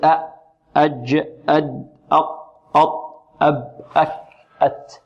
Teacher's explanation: هذه الحروف كلها انحبس عندها الصوت. أجد أج أد أق أط أب أك أت، منحبس الصوت في هذه. · Term: صفة الشدة